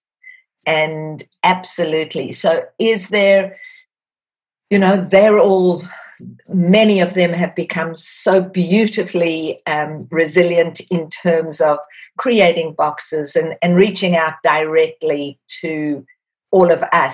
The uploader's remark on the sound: There was everything from beaming smiles to wet cheeks in the Zoom room this week.